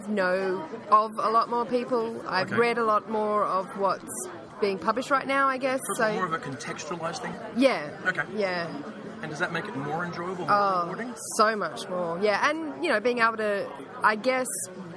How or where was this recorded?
busy venue